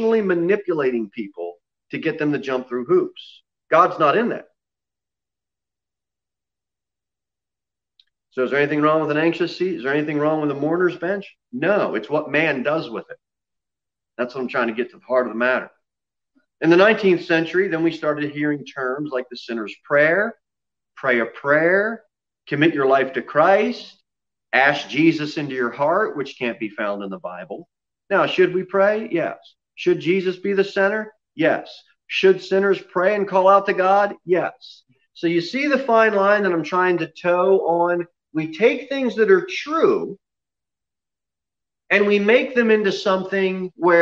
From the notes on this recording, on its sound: Sermon preached at Pilgrim Baptist Church on Sunday, February 28, 2021 at 6:15 pm. Jere Whitson Rd.